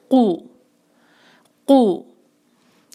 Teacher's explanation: कुहुम में कौफ पे है दम्मा, कौफ के लिए आप अपनी जुबान के पिछले हिस्से को ऊपर छत से जो है वो लगाएं और कू की आवाज़ जो है वो होंठों को गोल करते हुए, थोड़ा सा चैलेंजिंग है इसलिए क्योंकि लेटर को भी स्ट्रॉन्ग करना है और साथ दम्मा को भी खूबसूरत अदा करना है।